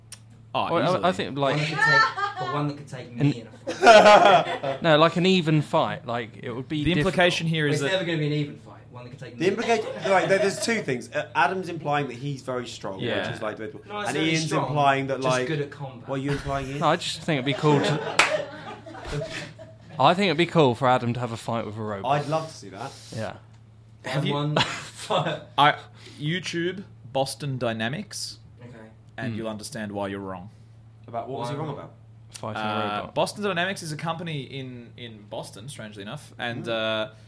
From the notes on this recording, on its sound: This episode was recorded at 52 Canoes, Edinburgh on 21st August 2017 as part of PBH's Free Fringe.